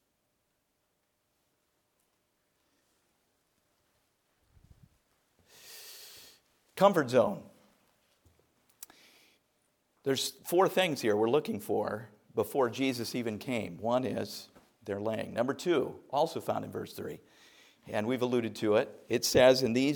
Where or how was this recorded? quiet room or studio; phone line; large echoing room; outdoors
large echoing room